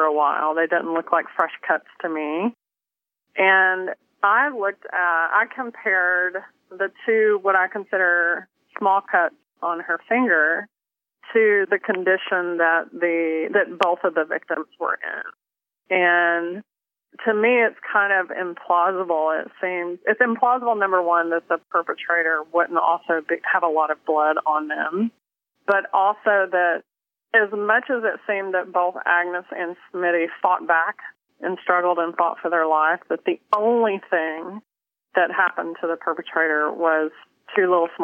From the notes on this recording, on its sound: on the phone